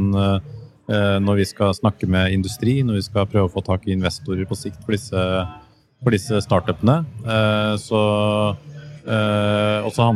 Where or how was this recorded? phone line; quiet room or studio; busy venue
busy venue